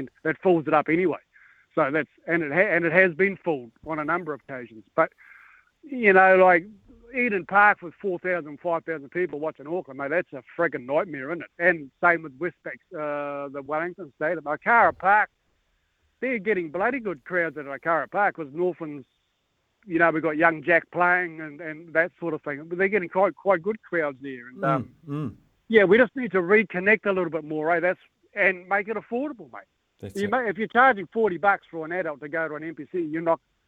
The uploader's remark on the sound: Opens the phone lines to ask the listeners.